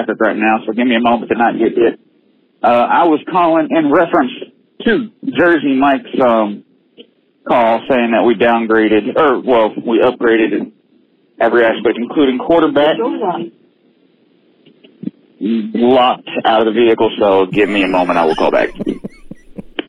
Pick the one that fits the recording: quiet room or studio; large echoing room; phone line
phone line